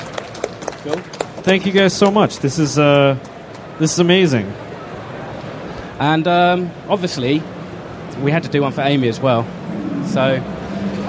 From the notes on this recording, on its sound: Star Wars Celebration Live. Were on hand at Star Wars Celebration Europe to do a live show. Take audience questions.